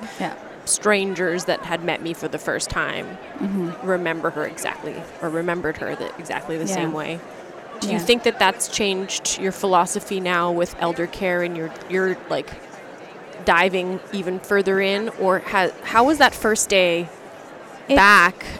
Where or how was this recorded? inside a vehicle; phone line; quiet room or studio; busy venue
busy venue